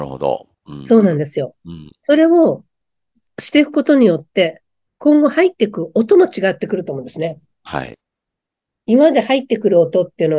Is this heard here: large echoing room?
no